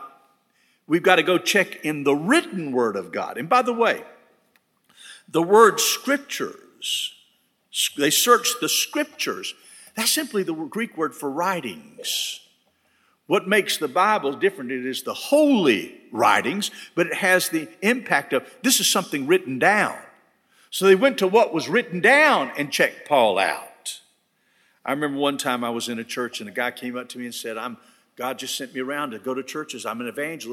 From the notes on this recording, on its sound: At First Baptist Church Hendersonville, NC.